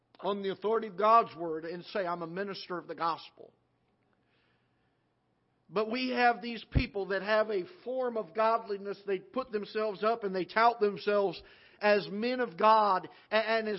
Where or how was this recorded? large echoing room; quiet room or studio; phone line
large echoing room